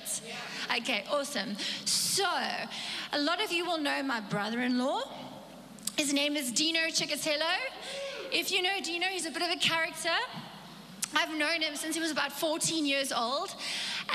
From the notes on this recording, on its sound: Recorded live on Sunday the 3rd April 2022